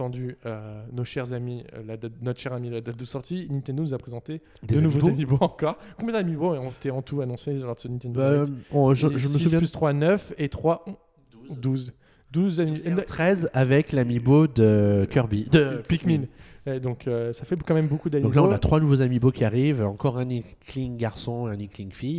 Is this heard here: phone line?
no